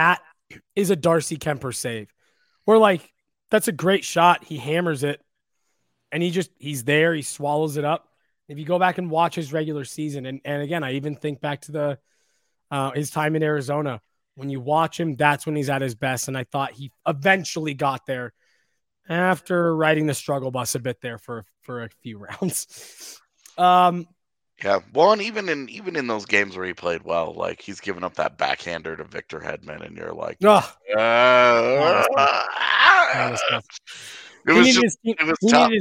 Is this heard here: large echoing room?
no